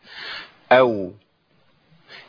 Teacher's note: الواو بتخرج بانفراج بين الشفتين